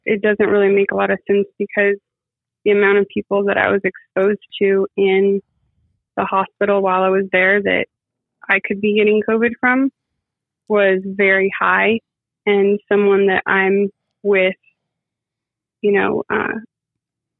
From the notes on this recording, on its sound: Calls in to update the audience after her surgery.